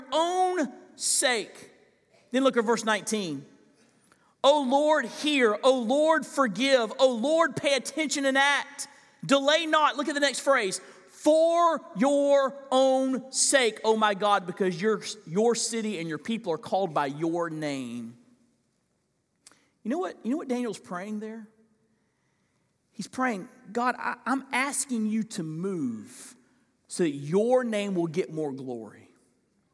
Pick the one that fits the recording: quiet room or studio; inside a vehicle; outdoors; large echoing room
large echoing room